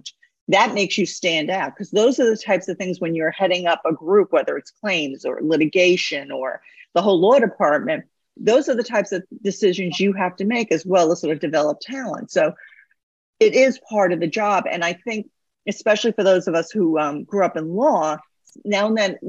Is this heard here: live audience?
no